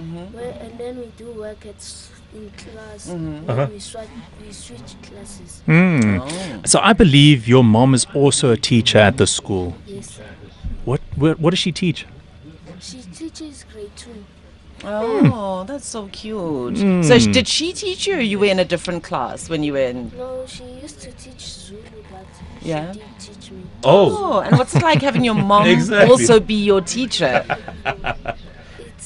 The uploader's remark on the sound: Live from Wendywood Primary School in Johannesburg. TODAY’S OUTSIDE BROADCAST.